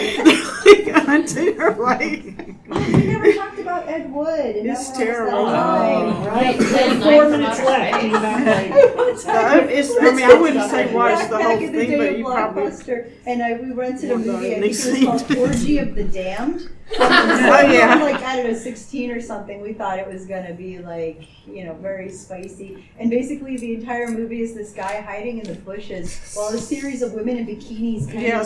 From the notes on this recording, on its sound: Tucson Comic Con 2023. Recorded live at Tucson Comic-Con on Saturday afternoon.